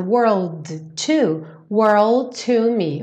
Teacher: o D já vira o T do to